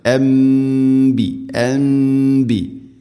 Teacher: സാക്കിന നൂന് ശേഷം ബാ വന്നാൽ നൂനിനെ മീമാക്കി മാറ്റണം, അതാണ് ഇഖ്ലാബ്, മണിച്ചുകൊണ്ട് ഉച്ചരിക്കണം. അൻബി അൻബി, ശേഷം ഇവിടെ മദ് മുത്തസിലാണ്, അൻബിയാ നാലോ അഞ്ചോ ഹർക്കത്തിൻ്റെ ഖദറിൽ നിർബന്ധമായിട്ടും നീട്ടേണ്ട മദ് മുത്തസിൽ.